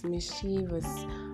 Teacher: pronounce this word as mischievous, placing the stress on the second syllable, which is wrong.